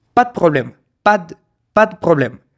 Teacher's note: es como si la D estuviese pegada al final del pa, cuya S al final evidentemente no suena · esa E tiende a perderse completamente, lo que hace que la D quede como flotando, ¿sí? Y se adhiera a la palabra de antes, a la palabra que terminó justo antes.